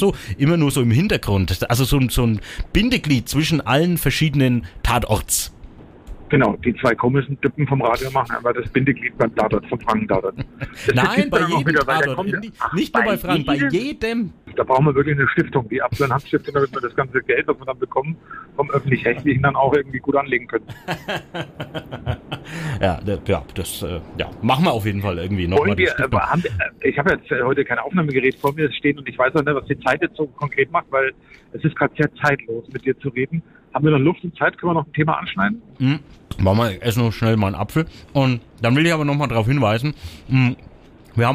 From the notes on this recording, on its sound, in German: im Bus am Telefon